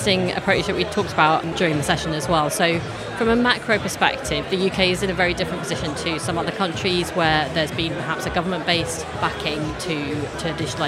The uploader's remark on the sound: Recorded at Fintech Talents. The event took place at The Brewery, London in November where we recorded a series of interviews from Andaria's booth with a number of the speakers and attendees.